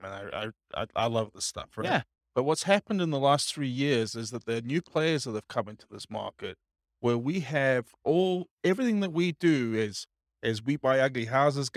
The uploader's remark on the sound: This was a live class recorded to give investors a solid qualitative overview of all the different real estate investing strategies.